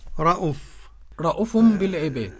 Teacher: قرأ بقصر الهمزة خالص بدون مد خالص